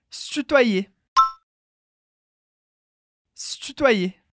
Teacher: o que ela fala, na verdade, é se tutoyer. Se tutoyer, sem o primeiro e.